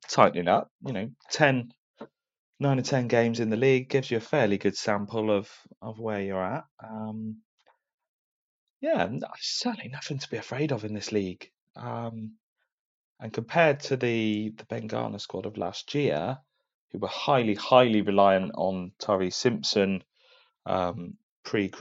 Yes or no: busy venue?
no